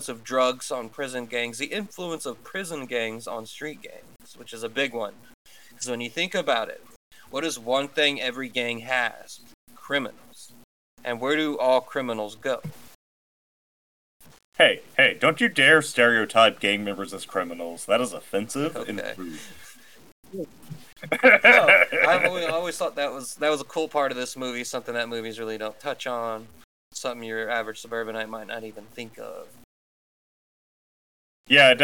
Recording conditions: poor sound quality